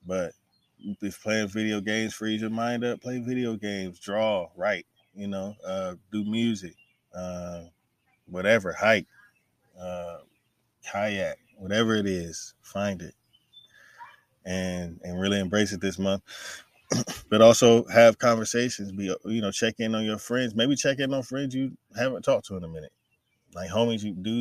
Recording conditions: outdoors